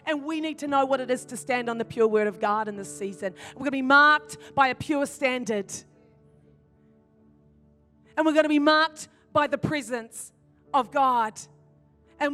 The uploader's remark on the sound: In this message from Activate Conference 2021.